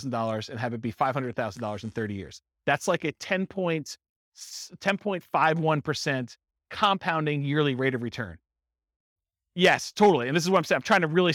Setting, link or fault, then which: setting, live audience